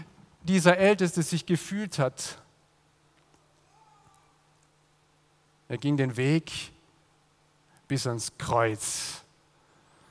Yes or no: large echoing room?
yes